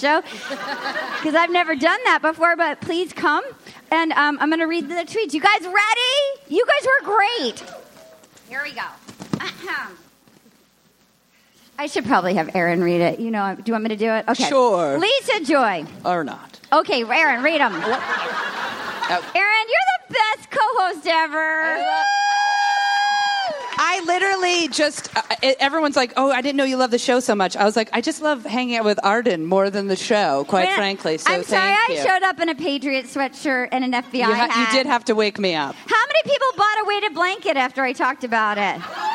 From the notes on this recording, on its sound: The gang's all in San Fransisco live from Cobb's Comedy Club at San Fransisco Sketchfest!